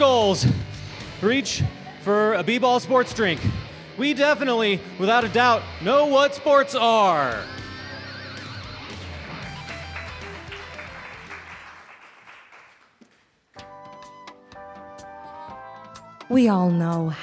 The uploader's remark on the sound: Recorded live at UCB's Inner Sanctum.